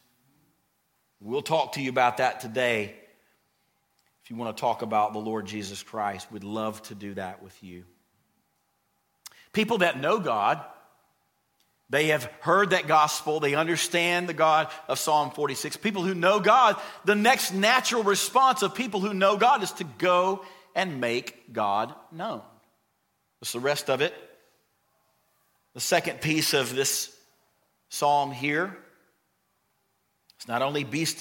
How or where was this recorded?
large echoing room